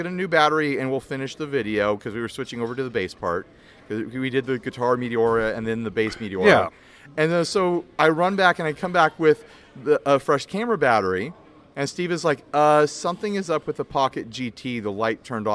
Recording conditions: busy venue